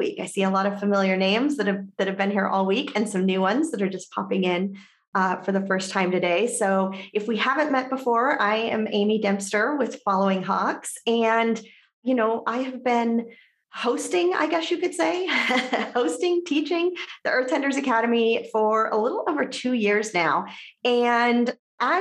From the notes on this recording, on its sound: Conversations I had on Zoom.